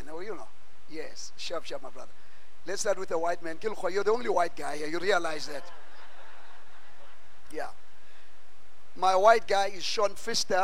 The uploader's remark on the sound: at God's Tabernacle Christian Family Church's evening service on the 09 of April 2023